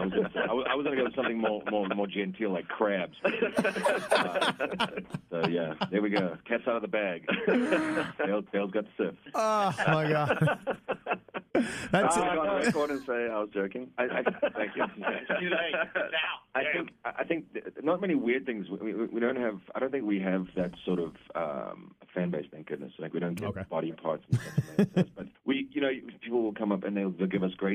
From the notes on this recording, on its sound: on the phone